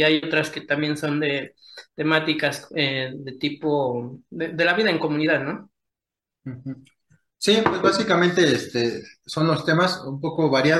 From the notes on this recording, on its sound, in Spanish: Charlamos via zoom